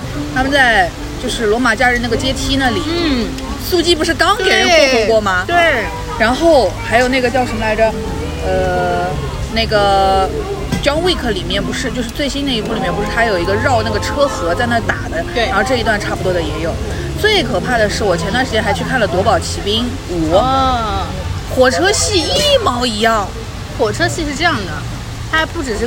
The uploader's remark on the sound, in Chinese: 本次录制花费：露营烤肉